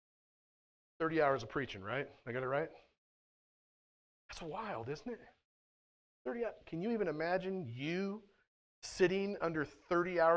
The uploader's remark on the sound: at The Well, an SBC, Converge Heartland church in Hastings, NE.